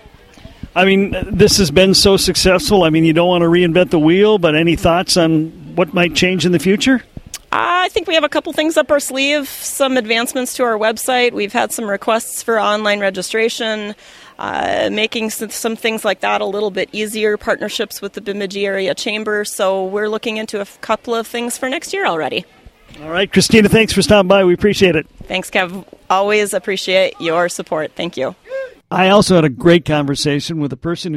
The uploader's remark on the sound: Today, the sounds of Bemidji's 32nd Annual Take A Kid Fishing event. We hear from some of the kids who had a great day on the water.